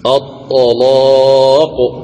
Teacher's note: لاحظ هذه الكلمة، اللام مفتوحة سبقت بحرف الطاء، والطاء مفتوحة، إذن تغلظ اللام